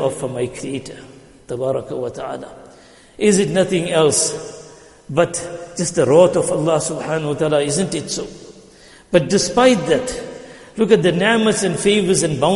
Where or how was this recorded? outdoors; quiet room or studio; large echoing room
large echoing room